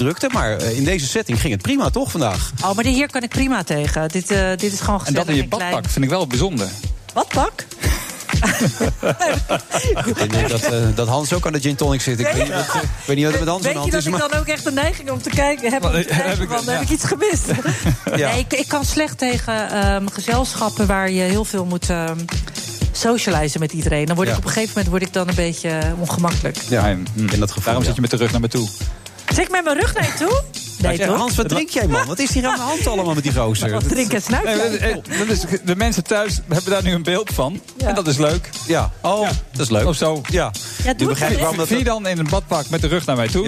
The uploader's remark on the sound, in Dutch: Dat en véél meer in The Friday Move vanuit de SkyLounge van het Double Tree by Hilton Hotel in Amsterdam.